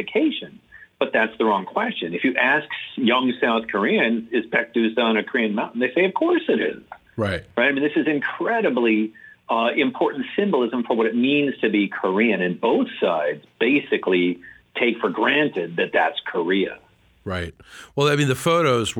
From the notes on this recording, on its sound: by phone